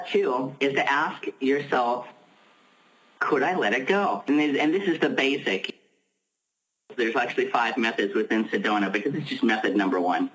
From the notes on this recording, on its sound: On Monday's we're BLOWING UP Soul University's Pay Me What I'm Worth conference-call based classes.